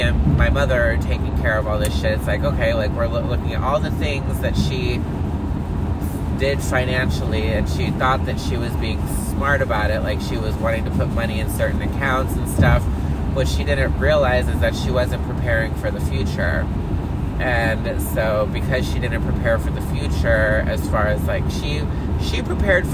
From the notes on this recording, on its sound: Coming to you LIVE from the car again!